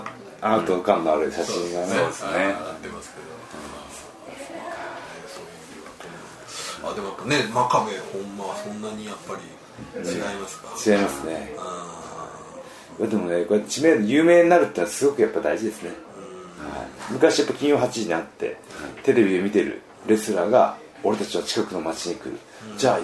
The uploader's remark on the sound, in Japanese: 渋谷の某カフェで緊急収録（2本撮り）